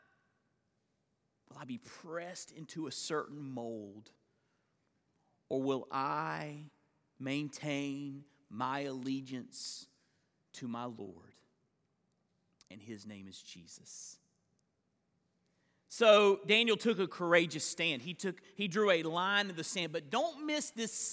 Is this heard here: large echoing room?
yes